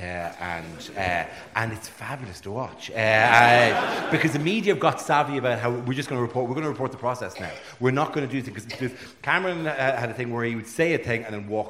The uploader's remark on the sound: Recorded live at Langton’s Ballroom in Kilkenny City for the Kilkenny Cat Laughs comedy festival.